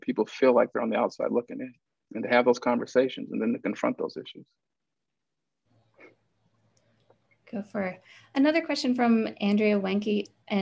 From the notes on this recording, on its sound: in a Zoom edition of Sheldon Museum of Art’s Look at Lunchtime series